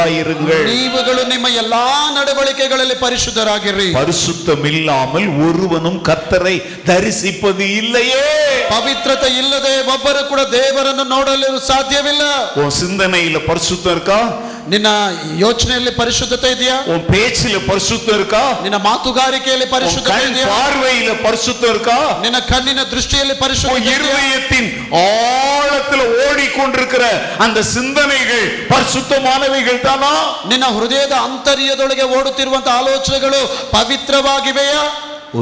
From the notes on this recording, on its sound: Day 3 Sermon - Preached at Full Gospel Church, Jalahalli during July 2023 on the occasion of the Church's 55th anniversary.